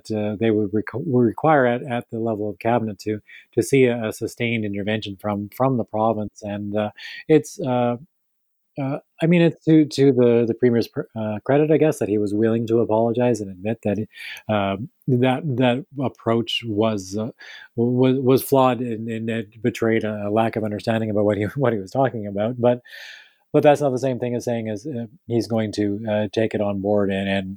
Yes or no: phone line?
no